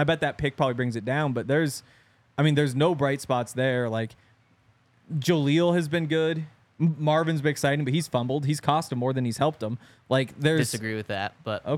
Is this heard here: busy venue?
yes